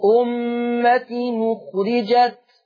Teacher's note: أمة التنوين ما هو إلا نون ساكنة، أمة أخرجت. هعمل النقل يعني هاخد الضمة اللي على الهمزة واروح بها على التنوين، نون التنوين، فتنطق نون مضمومة.